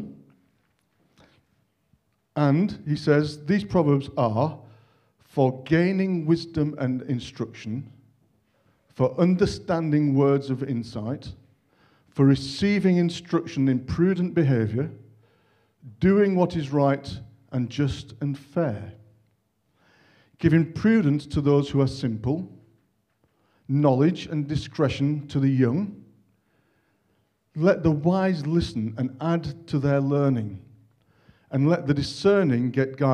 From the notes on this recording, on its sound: On 26th February 2023 at King's Church, Cockermouth. At King's Church, Cockermouth, as an audio file.